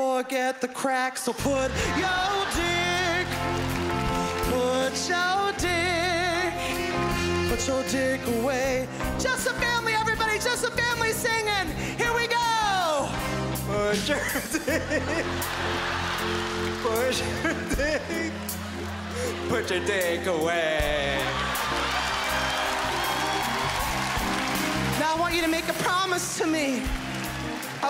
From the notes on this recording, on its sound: stand up from the #JustForLaughsFestival in 2015